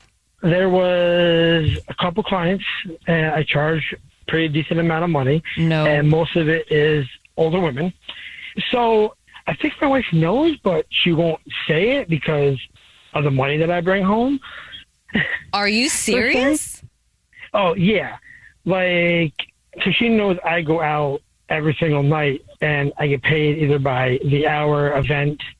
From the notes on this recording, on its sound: The man on the phone has not one, but TWO Dirty Little Secrets!